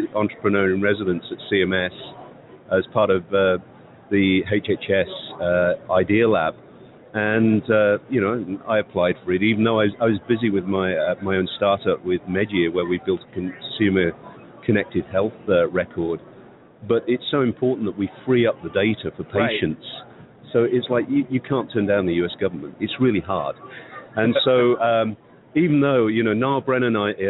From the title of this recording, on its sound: Live From #HiMSS 2016: Day Three